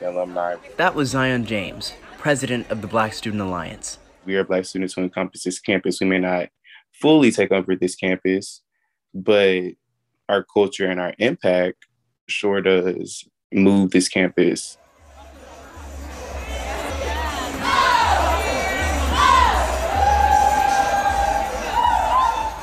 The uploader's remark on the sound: Sounds From UT's Black Student Homecoming